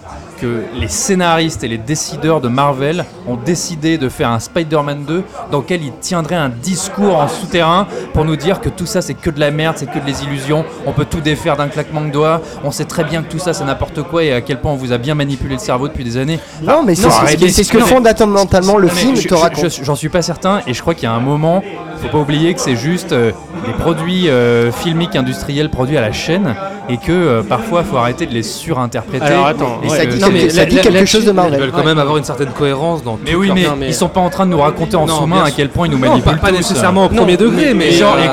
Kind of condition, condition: setting, busy venue